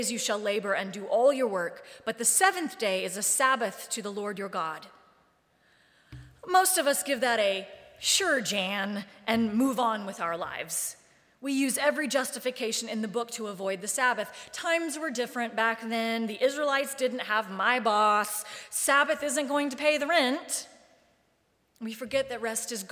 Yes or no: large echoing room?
yes